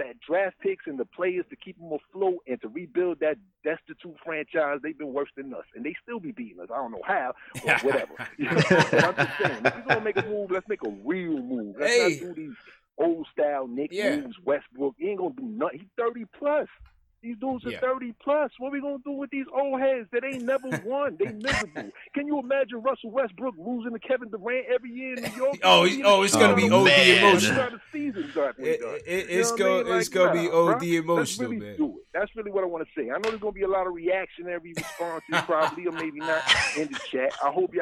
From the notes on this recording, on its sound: take live phone calls form fans around the world